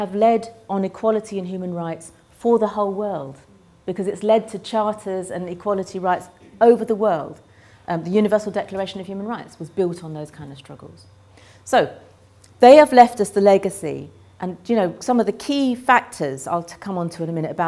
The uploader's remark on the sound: Keynote speech of the launch of the University of Oxford Race Equality Network